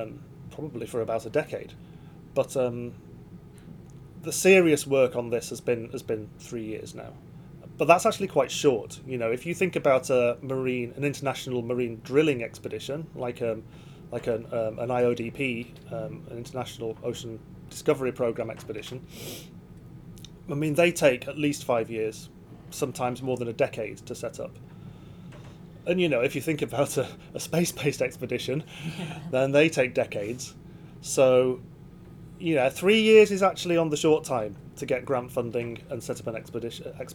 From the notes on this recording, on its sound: For the first time in history, a podcast was recorded in the middle of the Atlantic Ocean! We're taking you aboard the R/V Celtic Explorer to meet the crew of the PoRo-CLIM Expedition.